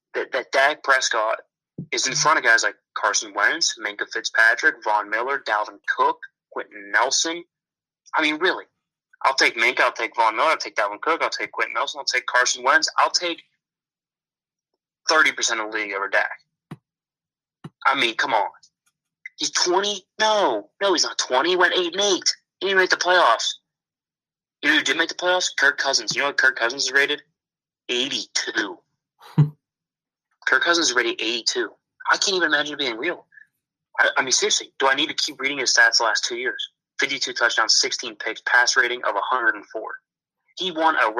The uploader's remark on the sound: Over the phone.